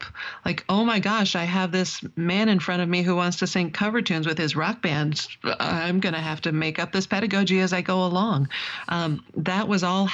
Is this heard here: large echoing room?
no